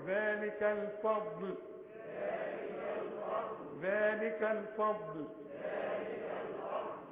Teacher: ابتسم وبعدين بوز في الضاد الفضل، واللام ترقق الثانيه